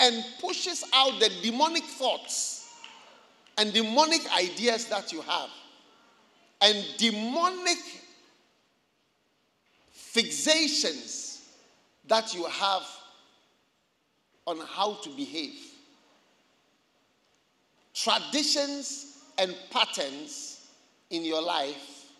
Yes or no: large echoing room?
yes